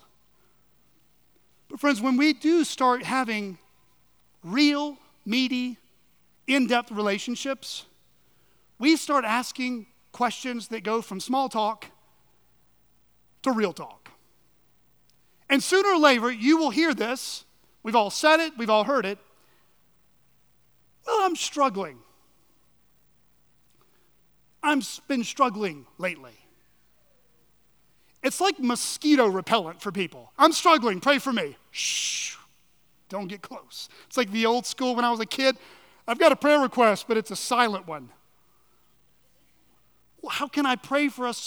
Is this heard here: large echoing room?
yes